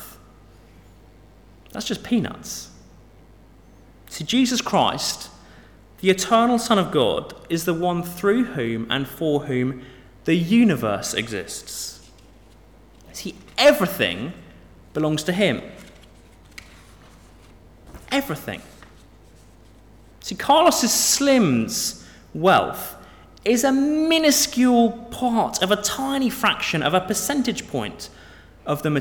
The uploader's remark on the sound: Sermon from St David's Moreton-in-Marsh - Evening Service